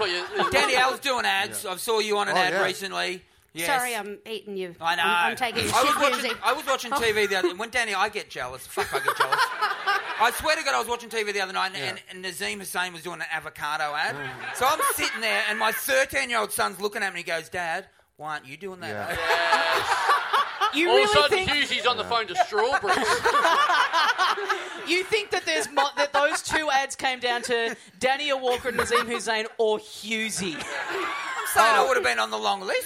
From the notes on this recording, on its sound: It's the final week of our month-long stint of live shows in Melbourne